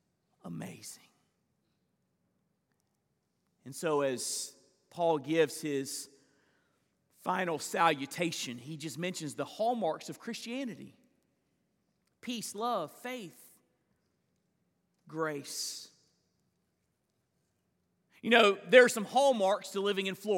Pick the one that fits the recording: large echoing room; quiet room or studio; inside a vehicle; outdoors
large echoing room